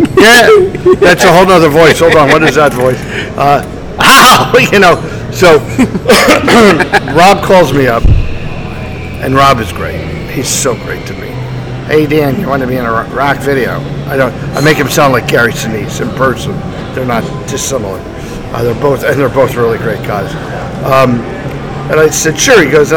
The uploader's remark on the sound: This will be the first of some shorter interviews, Where I got a few interview at the Haunted Screams Expo in Hampton VA.